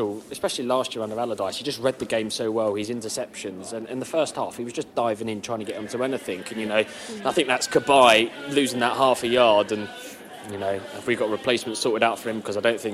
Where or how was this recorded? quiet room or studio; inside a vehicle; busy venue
busy venue